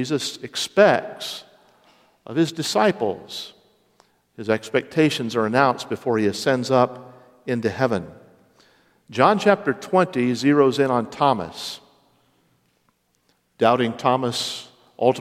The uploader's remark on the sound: Originally preached Sunday morning March 12, 2023.